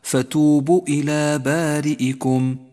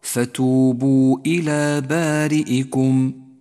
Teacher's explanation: فتوبوا إلى، إياك من بتر حرف المد. حرف المد هو الواو، لا تسقطه من اللفظ · Shown in: second take · فتقول هكذا: فتوبوا إلى بارئكم، الصواب لفظ الواو فتوبوا إلى بارئكم.